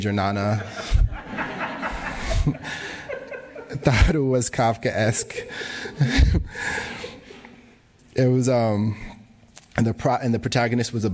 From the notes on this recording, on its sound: was recorded at the 2022 Tin House Summer Workshop